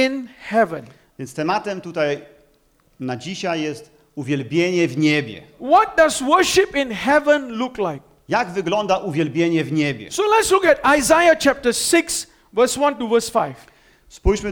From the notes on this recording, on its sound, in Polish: Nauczanie zostało nagrane podczas spotkania Makrogrupy NOF Church.